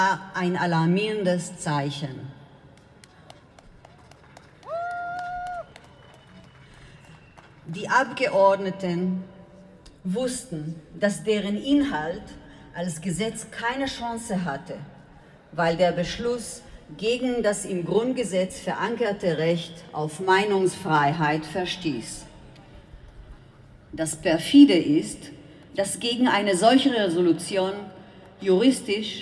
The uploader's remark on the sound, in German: bei ihrem gemeinsamen Auftritt bei der großen Friedensdemo in Berlin